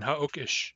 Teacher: Ha'uk is a long stem, therefore ish is short in ha'uk ish.